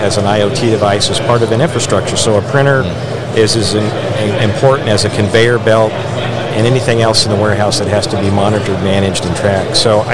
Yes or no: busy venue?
yes